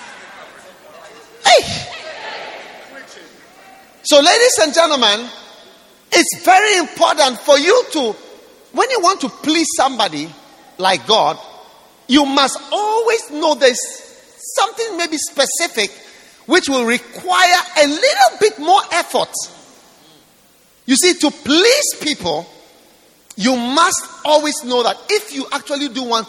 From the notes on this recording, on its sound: Preached at the dedication of The Rock Cathedral, Shepherd House International, Jamaica.